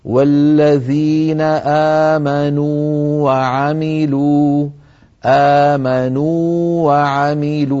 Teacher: فالتقى في النطق واوان أولاهما مدية، يعني التقى مثلان والأول ساكن، لكن هذا الساكن الأول يعني حرف مد، فهل تدغم الواو الأولى في الثانية؟